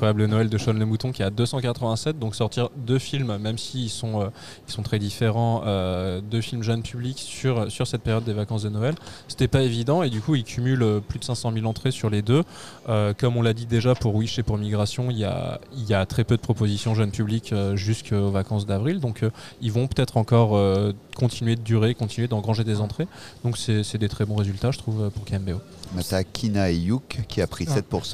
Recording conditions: busy venue